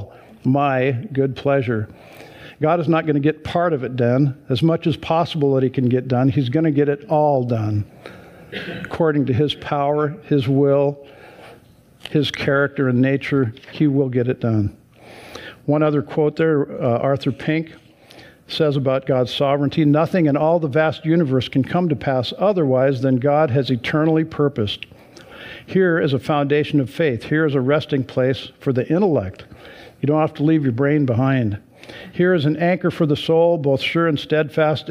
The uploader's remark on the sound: Sunday church service livestream